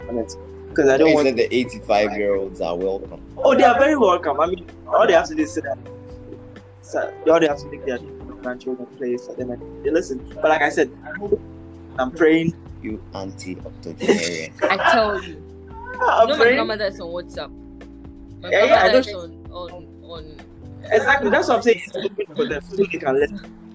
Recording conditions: background noise